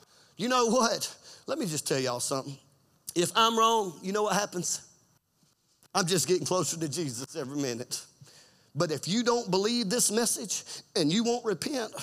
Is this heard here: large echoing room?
yes